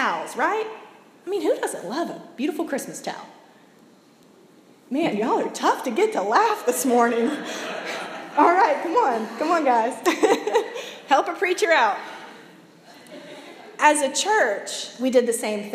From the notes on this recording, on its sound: preached Sunday December 3, 2017 at Monumental United Methodist in Olde Towne, Portsmouth